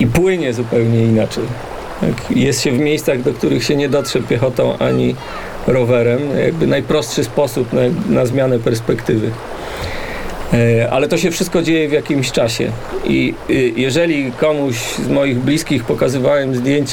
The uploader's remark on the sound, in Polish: Rozmowie dyskretnie towarzyszą miejskie i górskie nagrania terenowe obu autorów.